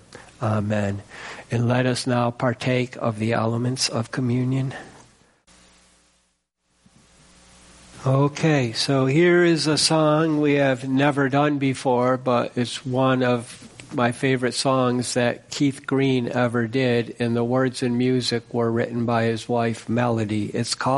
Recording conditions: large echoing room